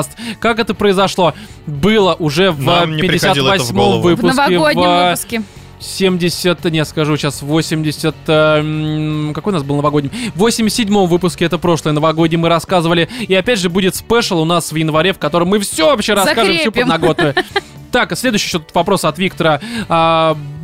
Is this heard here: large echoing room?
no